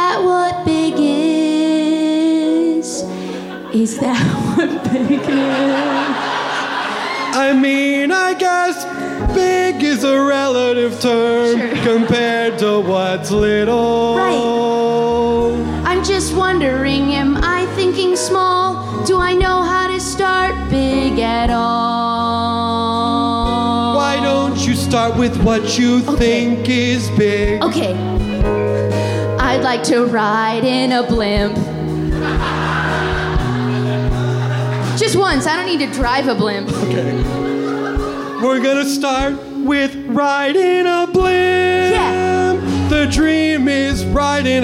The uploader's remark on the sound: The following was recorded live at the Bourbon Room in Los Angeles as part of the Netflix is a Joke festival in 2022.